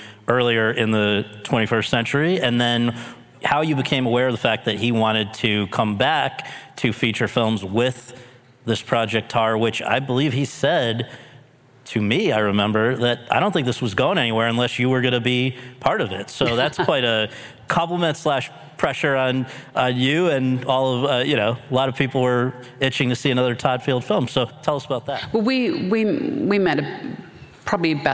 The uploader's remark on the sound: In front of an audience at the Santa Barbara International Film Festival